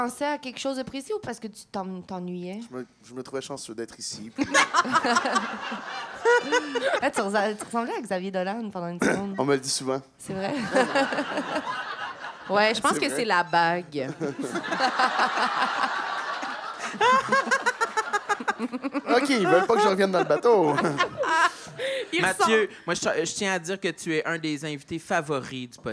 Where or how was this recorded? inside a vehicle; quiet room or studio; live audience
live audience